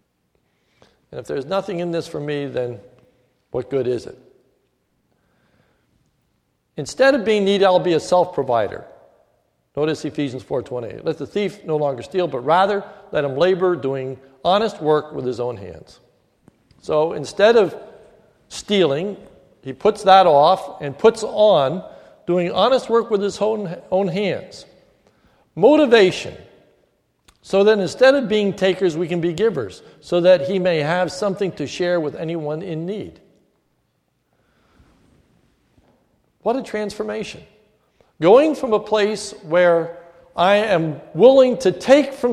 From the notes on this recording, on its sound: This is a sermon recorded at the Lebanon Bible Fellowship Church, in Lebanon, PA, on 12/31/2014 during the New Year’s Eve service